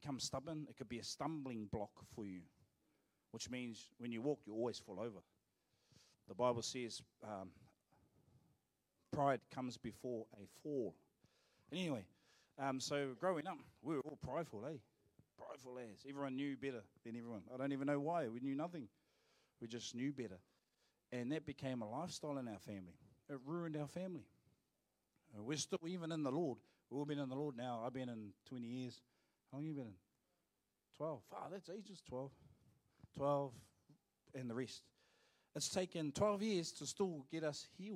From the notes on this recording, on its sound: Live From IwiTapu Destiny Church Hawkes Bay